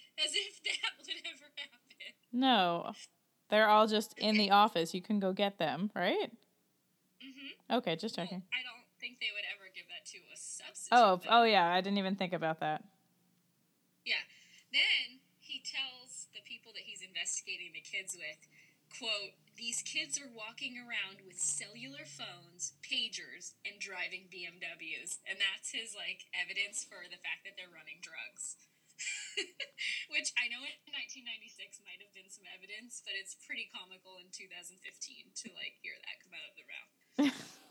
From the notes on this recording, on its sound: We figured out how to podcast from two locations (yay!). We made a rookie mistake and the sound quality is lacking.